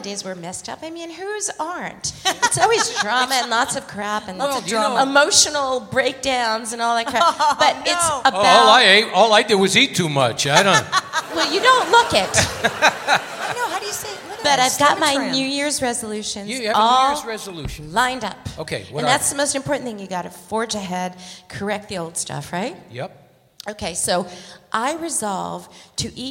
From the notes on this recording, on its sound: Live at the SouthPoint Casino